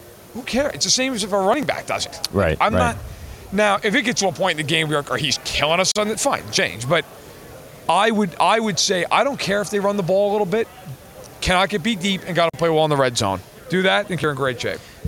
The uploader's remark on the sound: Live from Super Bowl LVII